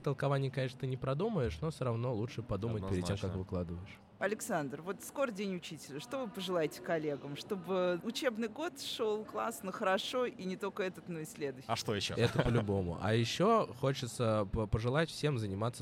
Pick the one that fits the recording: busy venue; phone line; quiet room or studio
busy venue